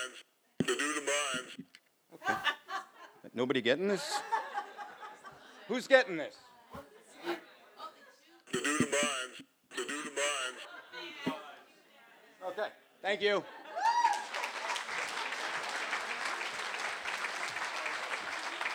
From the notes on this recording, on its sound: These stories were recorded in front of a live audience. At Payomet Performing Arts Center in Truro, Massachusetts.